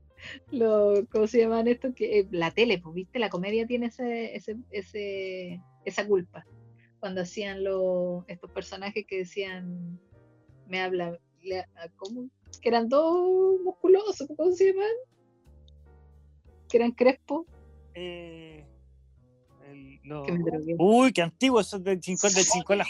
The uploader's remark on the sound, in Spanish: PERDÓN LA CALIDAD DE AUDIO PERO VTR ME ODIA.